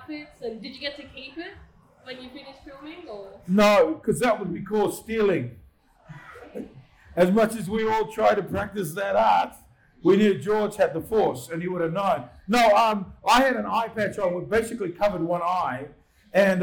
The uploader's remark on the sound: Capricon 2019. A Q & A with the audience. Apologies for the audio this week.